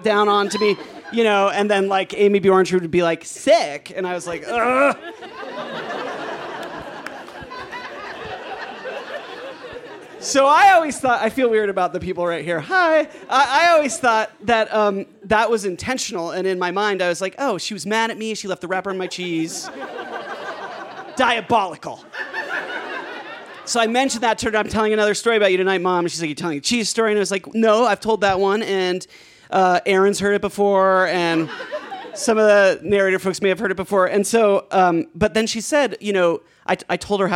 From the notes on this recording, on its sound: He told this story live at our 9th anniversary show on 20 March 2019 at Buntport Theater.